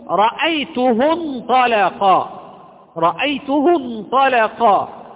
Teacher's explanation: إذن الألف سقطت حينما كانت في وسط الكلام، لا تنطق أصلا · Term: همزة وصل